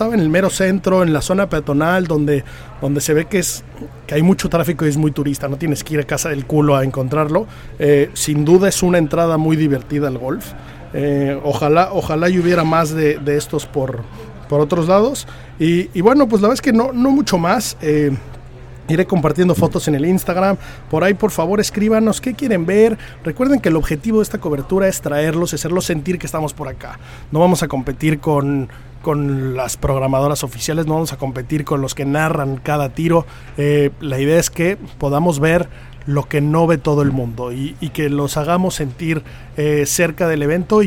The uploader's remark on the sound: Live From The Open 151. Como inicia la cobertura del Open 151 desde Royal Liverpool.